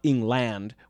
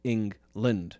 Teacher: the pronunciation shift of that last vowel, how that A in land has become a schwa · Shown in: second take